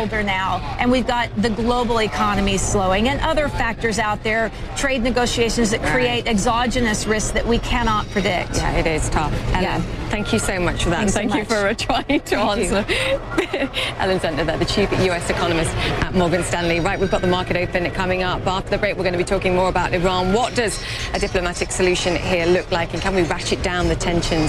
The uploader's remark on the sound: live from the New York Stock Exchange